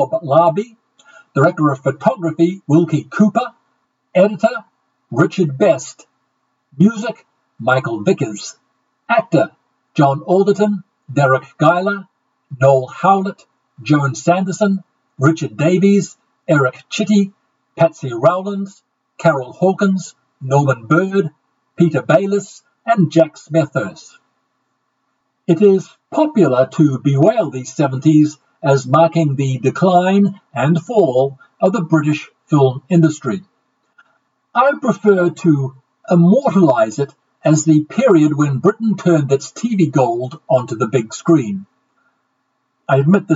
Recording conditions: poor sound quality